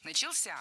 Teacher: В этом глаголе ударным должен быть последний слог, возвратная часть «ся», которая, кстати, часто находится под ударением.